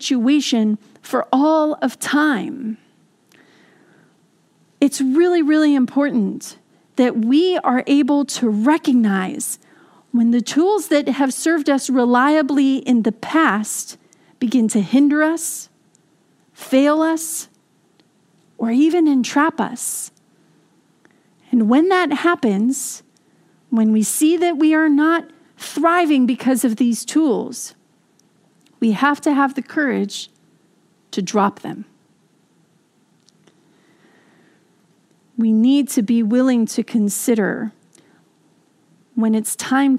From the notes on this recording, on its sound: This message was delivered during the Contemporary Worship service. San Marino Community Church.